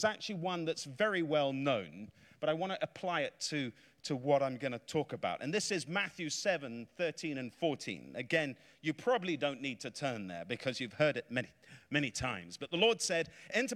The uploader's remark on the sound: Preached in a revival meeting in Florida